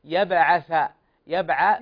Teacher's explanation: شوف اللسان يخرج بين الأسنان العليا والسفلى، بين الثنايا العليا والسفلى · Term: حرف الثاء